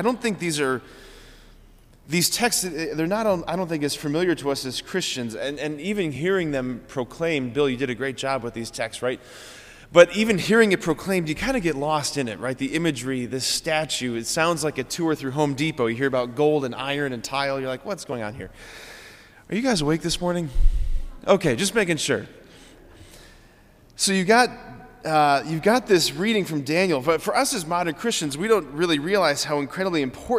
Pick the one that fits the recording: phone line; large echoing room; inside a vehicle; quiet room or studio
large echoing room